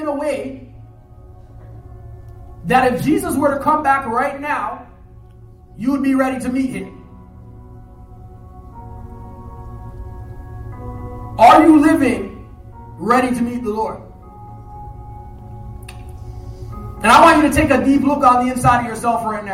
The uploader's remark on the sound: Live Sermon